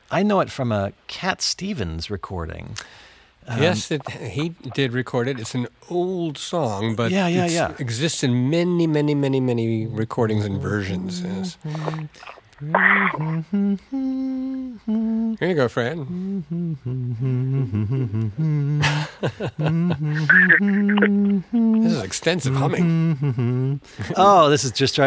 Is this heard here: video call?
no